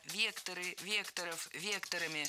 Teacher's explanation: Всегда ударяем «е» в первом слоге.